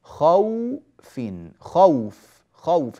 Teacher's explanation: هذه الواو تسمى واو لين لأنها ساكنة وقبلها مفتوح